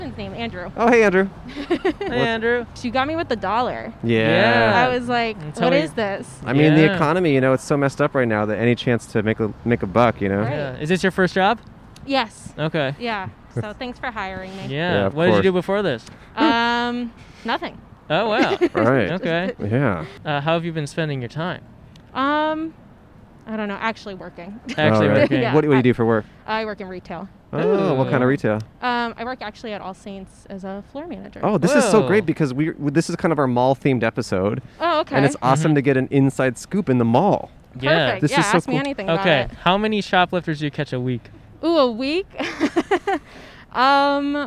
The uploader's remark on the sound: We set up in front of The Americana. Recorded on Brand Blvd in Glendale, California.